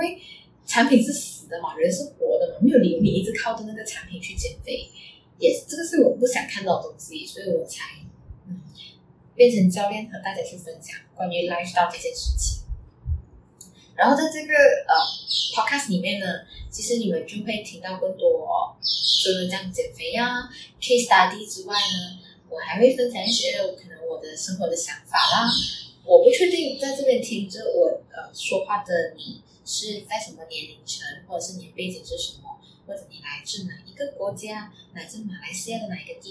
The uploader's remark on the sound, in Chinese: 真的很抱歉第一次的录音没有呈现最完美的状态，杂音的部分请多多包涵！